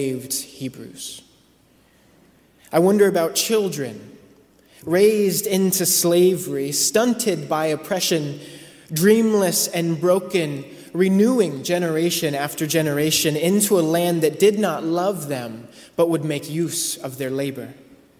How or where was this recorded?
large echoing room